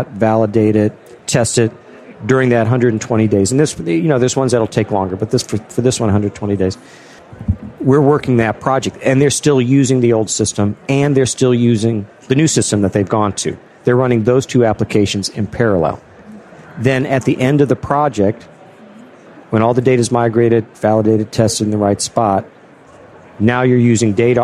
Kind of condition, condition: setting, busy venue